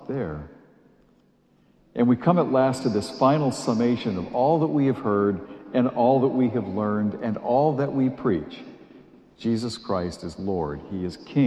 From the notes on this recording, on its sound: A homily delivered at St. Joseph's Church in Amesbury Massachusetts.